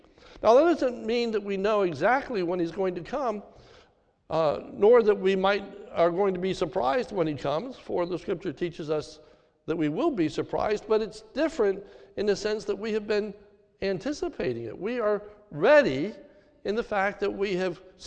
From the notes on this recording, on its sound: This is a sermon recorded at the Lebanon Bible Fellowship Church in Lebanon, PA during the New Year’s Eve service on 12/31/2021